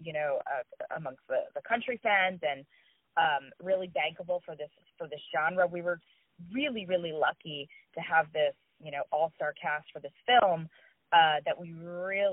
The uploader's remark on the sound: On the phone